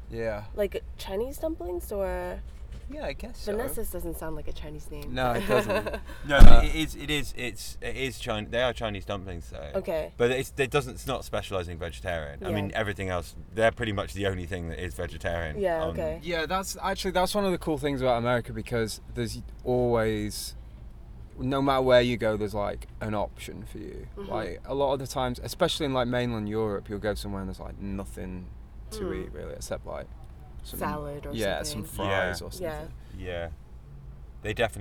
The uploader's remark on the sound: Recorded September 19th, 2016 at the Middle East in Cambridge, MA.